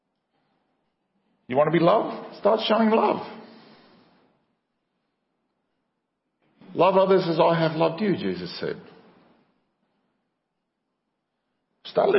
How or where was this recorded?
large echoing room